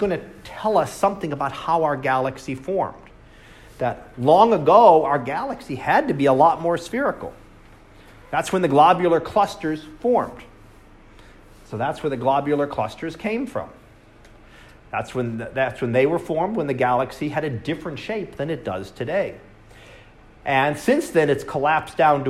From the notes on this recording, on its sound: Live Class Lecture.